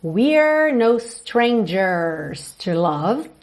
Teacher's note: Atenção aí para letra R com a língua enrolada